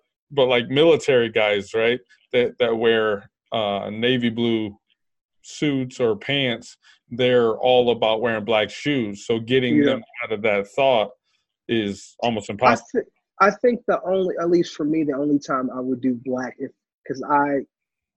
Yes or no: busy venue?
no